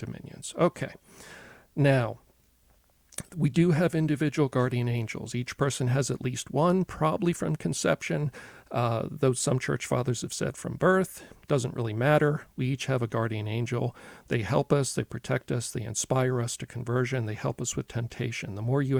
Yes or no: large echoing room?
no